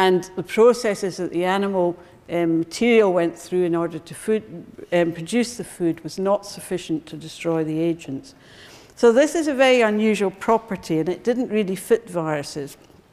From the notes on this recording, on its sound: Recorded on 4 October 2012 in the Anatomy Lecture Theatre at the University of Edinburgh